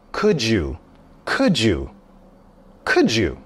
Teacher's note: you'll hear that connection between could and you. It's a j.